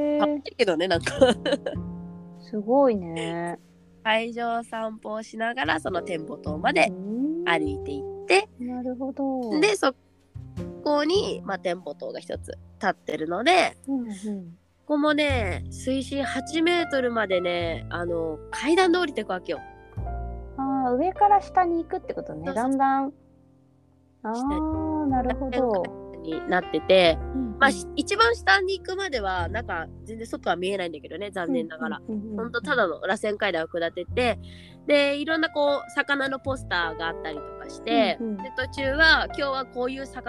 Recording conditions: drop-outs